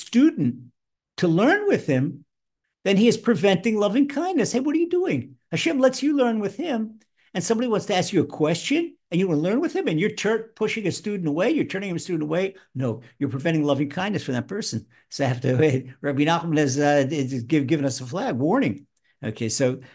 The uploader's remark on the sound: Recorded via TORCHzoom